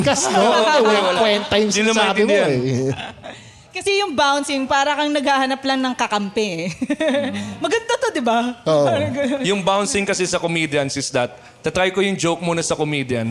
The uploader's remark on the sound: This was recorded with a live audience after their successful stand up comedy show.